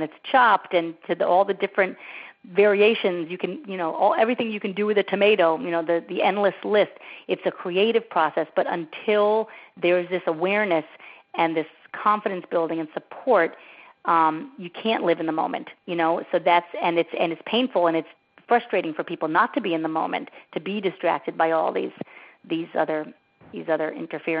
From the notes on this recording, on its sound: On this recording of our June 1, 2010, teleseminar